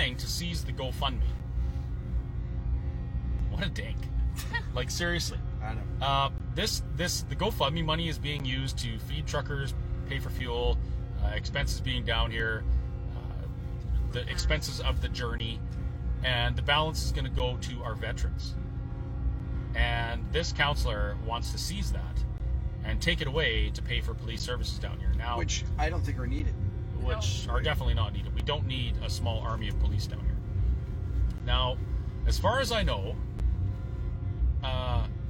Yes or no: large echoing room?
no